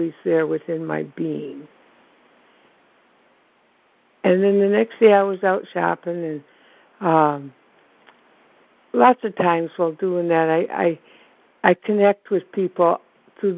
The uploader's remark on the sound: ACIM Daily Conference Call.